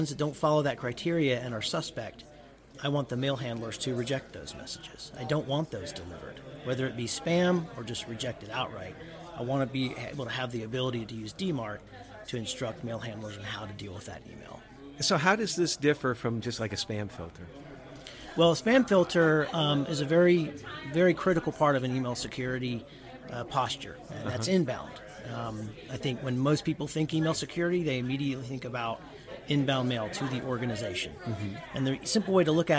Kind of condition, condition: setting, busy venue